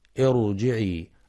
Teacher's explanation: في كلمة ارجعي الراء هنا مفخمة لأنها ساكنة وقبلها همزة وصل